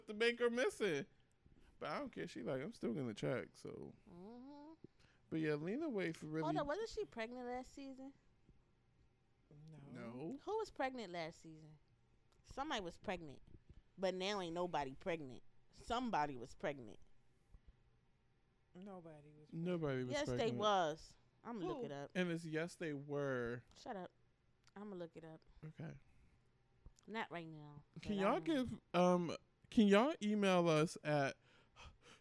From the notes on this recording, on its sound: Turn your headphones up for this episode — sorry :)